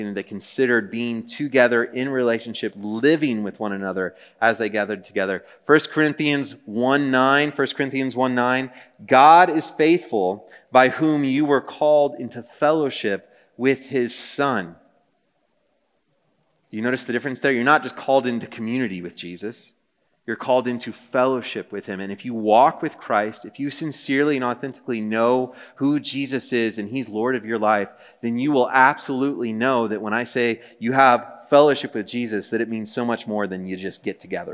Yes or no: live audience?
yes